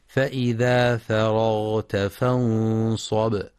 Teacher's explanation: وينتبه القارئ أيضا في قوله تعالى فإذا فرغت فانصب لترقيق الفاء والراء، فلا يقرأ فرغت بتفخيمهما لمجاورتهما الغين